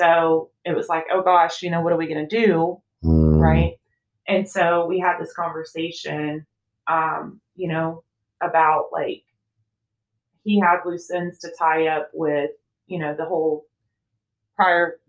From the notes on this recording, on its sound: I promise my mic will be positioned properly in the future!